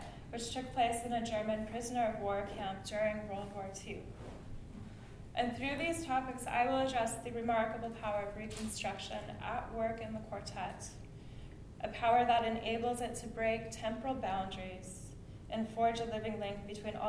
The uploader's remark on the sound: Lecture-recital at University of Calgary Graduate Music Symposium 2015